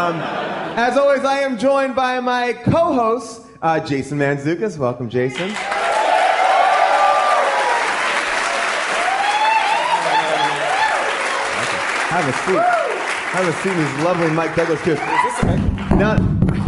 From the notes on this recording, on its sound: recorded live at the Largo theater in Los Angeles